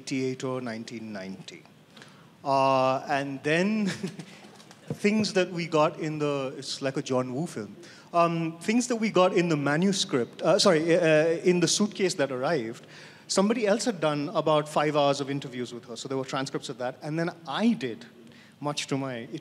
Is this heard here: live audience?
yes